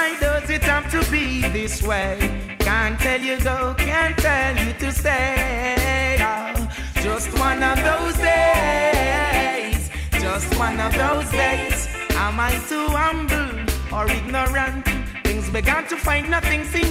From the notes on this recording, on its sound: Originally broadcast live on June 27, 2016 from the storefront of The Late Late Bar on Houston Street in New York City.